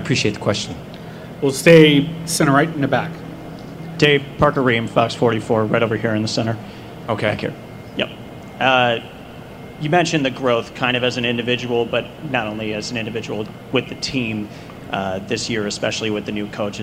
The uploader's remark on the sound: press conference at Big 12 Football Media Days